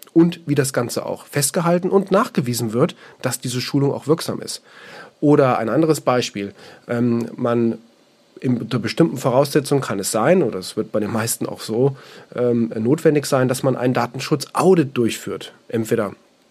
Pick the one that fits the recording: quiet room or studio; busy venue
quiet room or studio